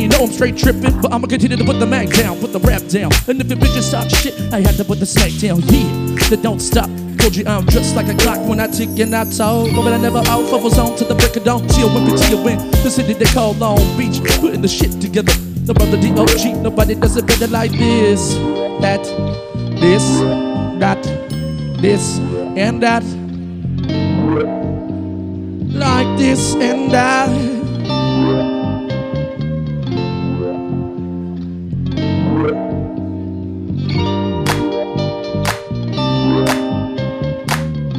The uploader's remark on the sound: Music built from loops, Live at Steel Toad Brewery.